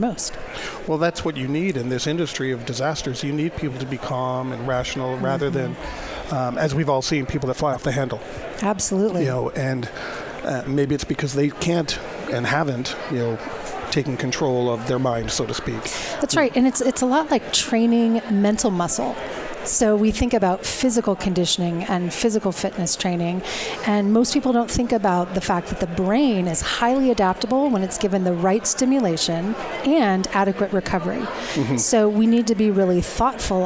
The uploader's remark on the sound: Live From Disaster Recovery Journal. Broadcasting live from DRJ 2018 in Phoenix Arizona.